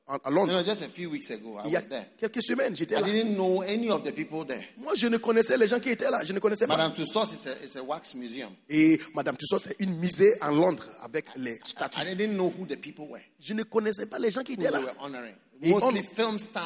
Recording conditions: live audience